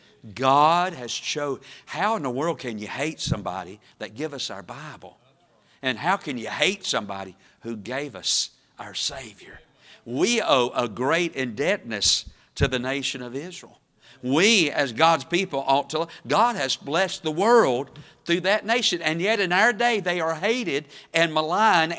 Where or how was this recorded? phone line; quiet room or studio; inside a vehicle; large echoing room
large echoing room